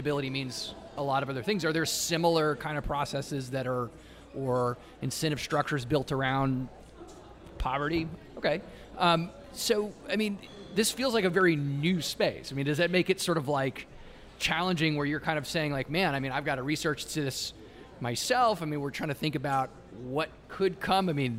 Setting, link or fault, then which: setting, busy venue